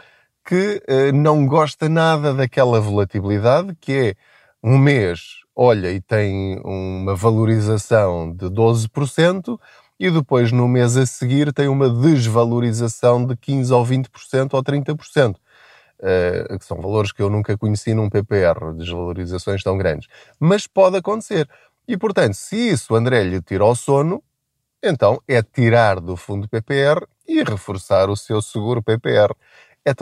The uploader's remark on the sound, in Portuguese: Não ligue aos barulhos da viagem.